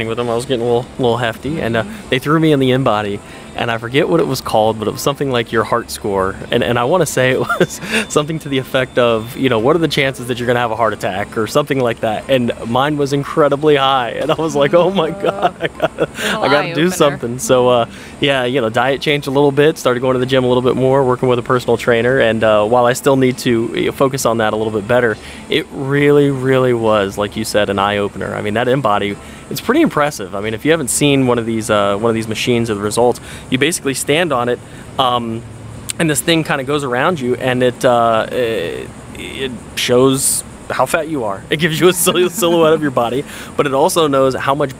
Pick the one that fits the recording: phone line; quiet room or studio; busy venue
busy venue